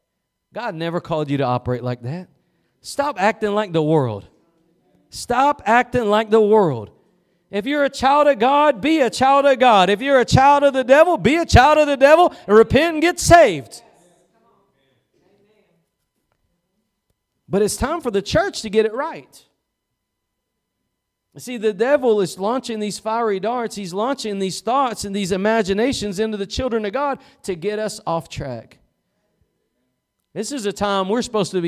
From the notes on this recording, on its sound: Preached at Gospel Lighthouse in Bossier City, La.